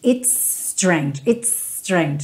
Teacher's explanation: quando eu tenho um S finalizando uma palavra e outro S começando a próxima palavra, não preciso me esforçar em fazer dois S's · Term: um S só